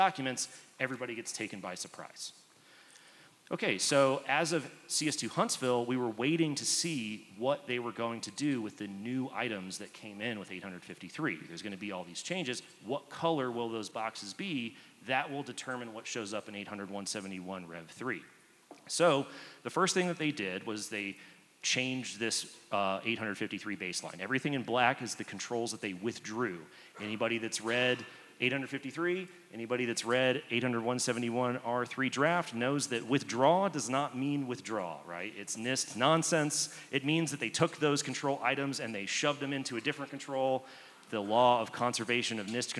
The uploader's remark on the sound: Live at CS2 Denver